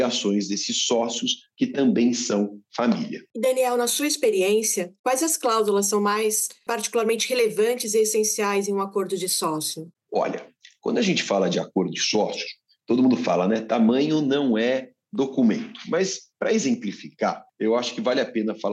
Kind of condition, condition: link, video call